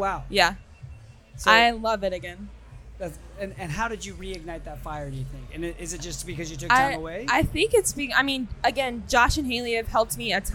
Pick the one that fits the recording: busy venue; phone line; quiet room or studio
busy venue